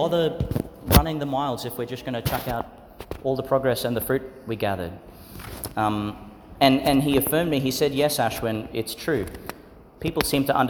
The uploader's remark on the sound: Homily for the Fourth Sunday in Eastertide, delivered in St Peter Chanel Catholic Church, Tannum Sands, Qld.